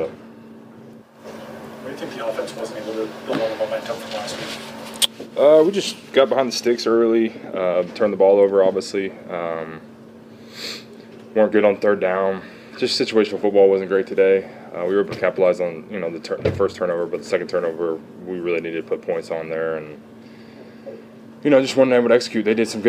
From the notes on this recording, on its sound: Postgame press conference on Sunday, October 29, 2023.